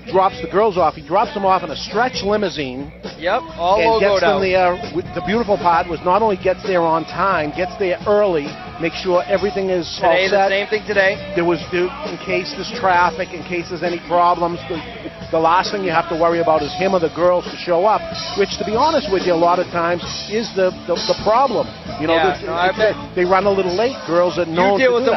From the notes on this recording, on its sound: We're live at Two Guys Smoke Shop in Nashua, NH for a Fred Smith motorcycle run.